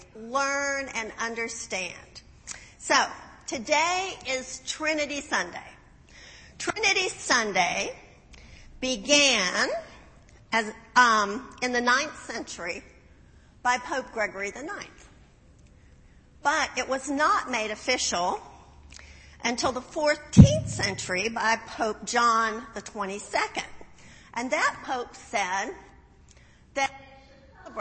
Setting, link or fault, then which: setting, large echoing room